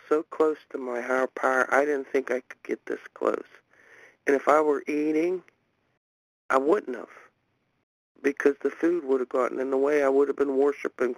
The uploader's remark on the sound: from the 100 Pounders Phone Meeting, 1/5/23